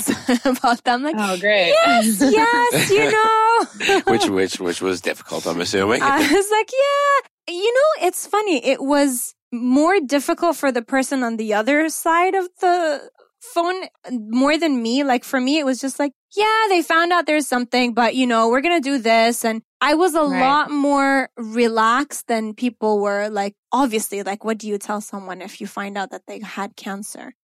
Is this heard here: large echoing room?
no